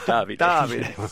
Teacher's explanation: I have a big accent on the first syllable